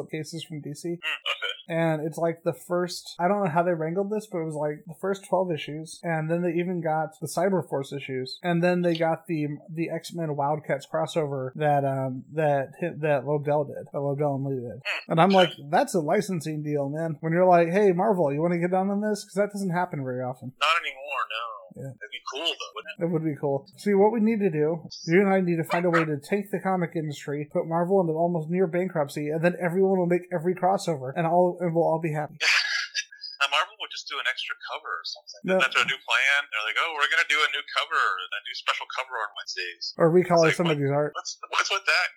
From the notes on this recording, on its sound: Unfortunately there were some audio issues but after the first few minutes the sound evens out.